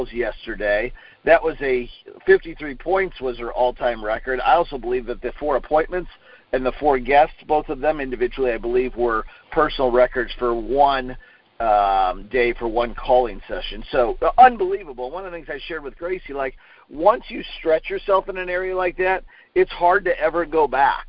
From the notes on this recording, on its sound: Conference call recorded on 2/1/19.